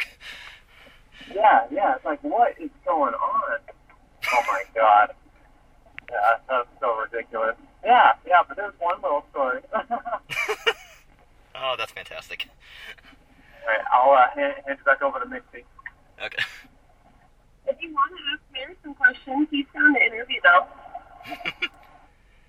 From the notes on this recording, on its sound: Recorded via phone call